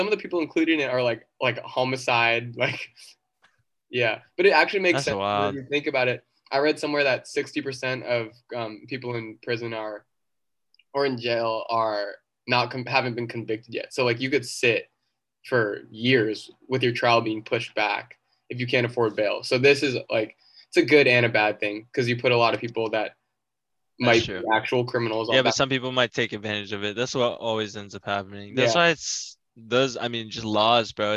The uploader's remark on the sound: link up on Zoom from across the country